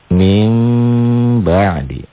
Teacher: Kayak iklab, pokoknya N-nya berubah jadi M gitu.